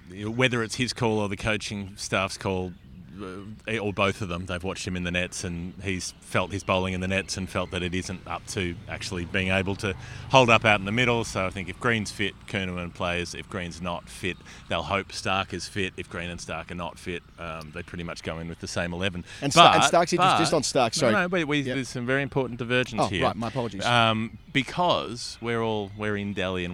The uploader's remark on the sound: India v Australia, 2nd Test, Delhi. When you get the chance to record an episode at the Feroz Shah Kotla Fort, one of the most impressive ancient structures in India, why not?